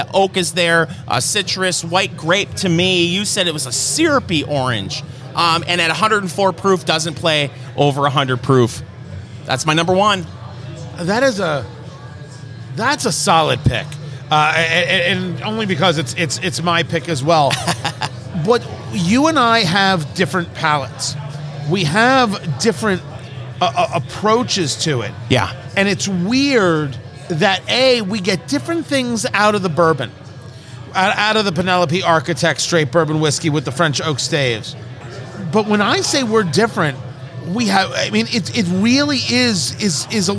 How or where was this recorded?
busy venue